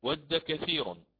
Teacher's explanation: الراء هنا على الترقيق لأنها مسبوقة بياء، ياء ساكنة